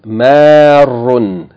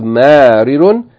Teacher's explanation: So the one, the ism fa'il, who does the action of passing by, yani since the root letters are mim, ra, and ra, on the pattern of fa'il, it should have been مَارِرٌ، but in fact, yani the first of the two identical letters loses its vowel, and it's merged in with the last radical · Shown in: first take · the last letter, and it becomes marun.